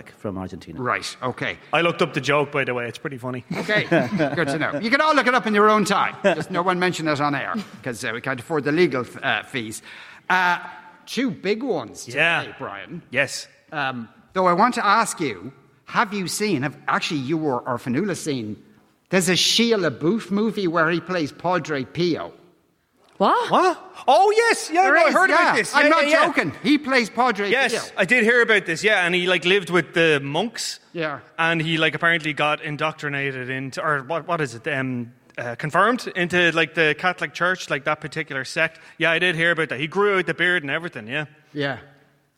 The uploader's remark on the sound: LIVE from Triskel Arts Centre in Cork.